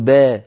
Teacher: شيء من إمالة الألفات قليلا، نطق الألفات مقللة، إمالة صغرى